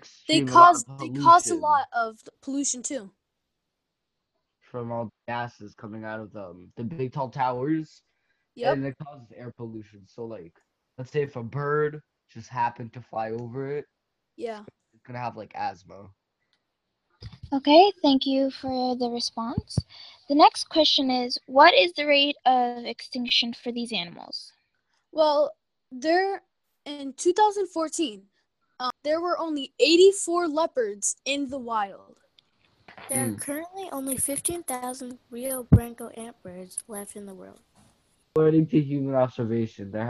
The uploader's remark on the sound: Students from East Stroudsburg Area School District's Intermediate Schools. Students used Zoom to create this podcast. This was part of the 4-week Summer AcadeME program offered by East Stroudsburg Area School District for students in grades 6-8.